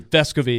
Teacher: is the accent on the first syllable